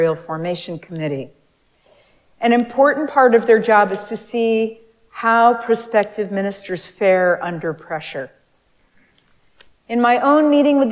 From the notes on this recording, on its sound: Recorded live at Arlington Street Church